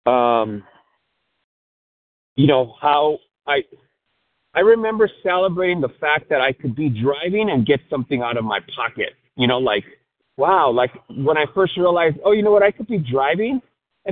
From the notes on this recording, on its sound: 100 Pounders Phone Meeting